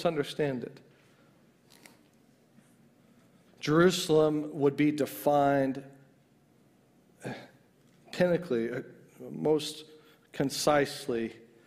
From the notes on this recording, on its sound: a message that was ministered at the 2022 Exodus Conference